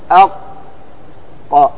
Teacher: فالأول من مخارج اللسان: أقصى اللسان مما يلي الحلق وما فوقه، وما فوقه من الحنك عند اللها · Term: القاف